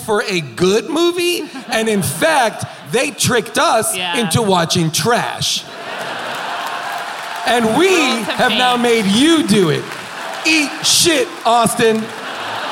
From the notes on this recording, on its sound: Recorded LIVE from Austin City Limits at the Moody Theater